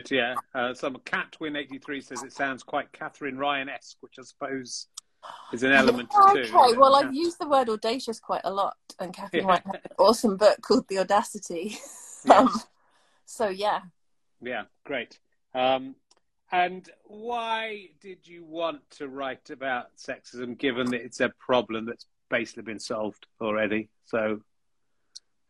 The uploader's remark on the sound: This week's was actually an Instagram Live chat